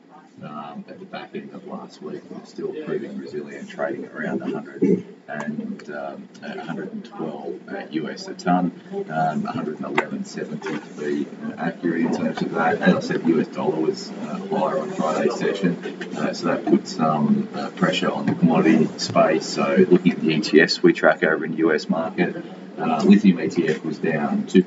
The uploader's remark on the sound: sorry about the sound